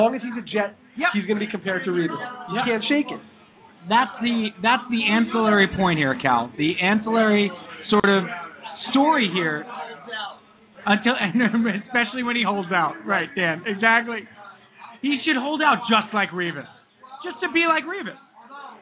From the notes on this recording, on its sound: LIVE at BLUE HAVEN IN NYC! A ton of friends came down to watch the draft with us.